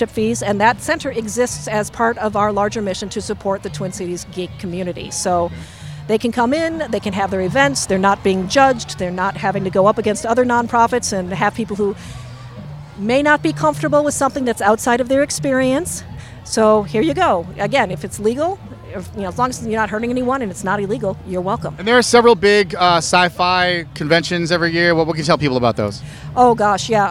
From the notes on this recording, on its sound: On-location in Loring Park for the 2018 Twin Cities Pride Festival Part 3.